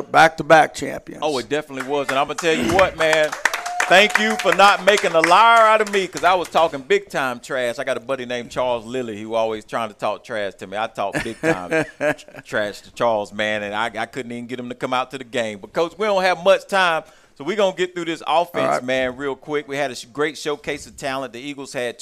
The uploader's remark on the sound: live from Monte De Rey Mexican Restaurant in Kernersville